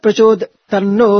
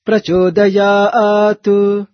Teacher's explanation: it has to be chanted so clearly and with a little tinge of tu for it, but it's not chanted abruptly as t. · Shown in: second take